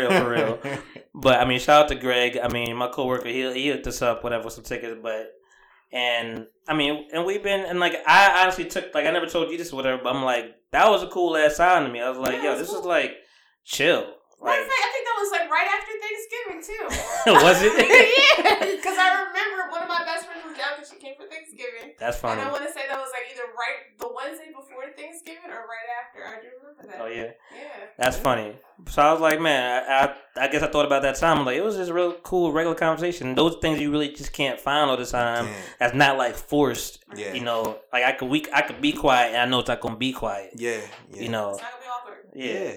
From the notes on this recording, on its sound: Apologies for the crackling mics. Volume was a little too loud for the setting...